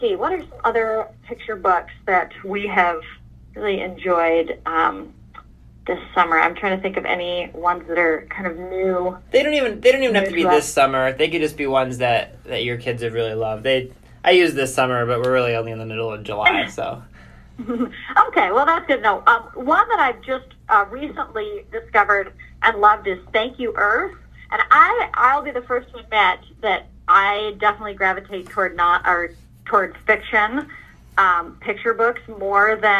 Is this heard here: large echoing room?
no